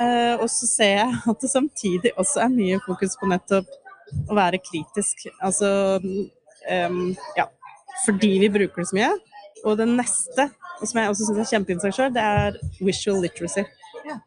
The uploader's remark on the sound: A glimpse of the world's largest tradeshow on education technology. Recorded at the tradeshow last year.